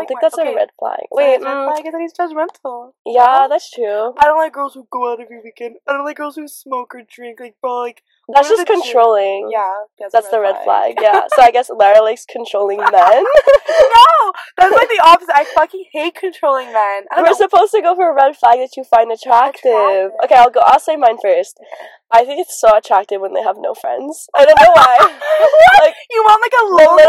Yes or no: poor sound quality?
yes